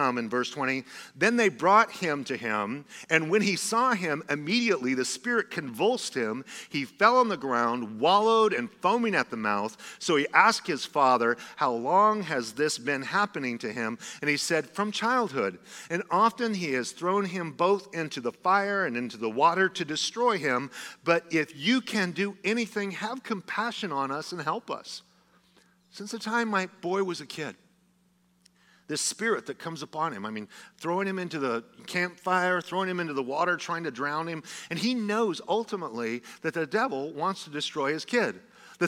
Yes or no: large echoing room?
yes